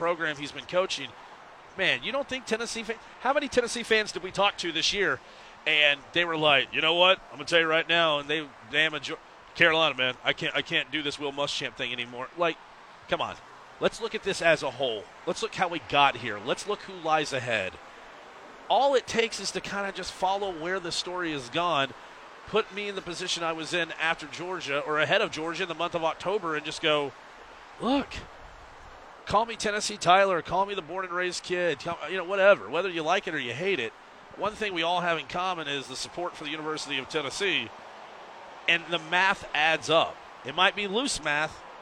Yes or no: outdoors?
yes